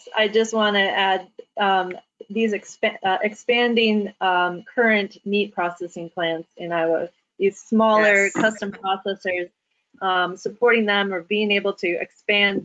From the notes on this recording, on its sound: This panel was part of a James Beard Foundation webinar series to support the food and hospitality industry through COVID-19.